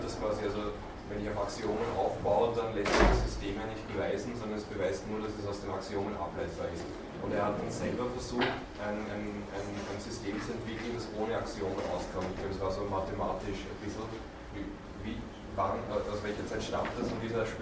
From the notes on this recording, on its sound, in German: Diese Vorlesung wurde von Studierenden aufgenommen